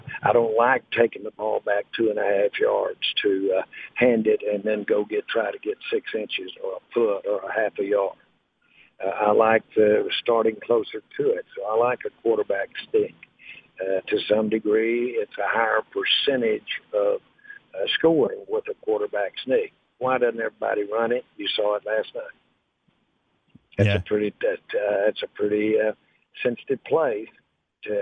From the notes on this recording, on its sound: called in to the Ben and Skin show